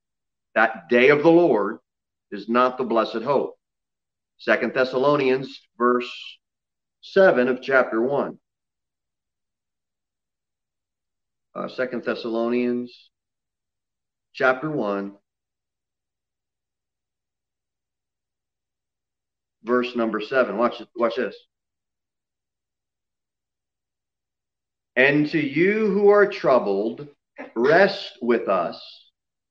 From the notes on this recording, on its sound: Sermon delivered at Pilgrim Baptist Church on Sunday, November 1, 2020, at 6:15 pm. Jere Whitson Rd.